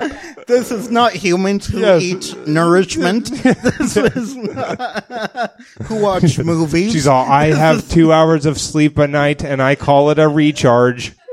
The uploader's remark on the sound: The guys hang out with a live audience at the STAB! Comedy Theater.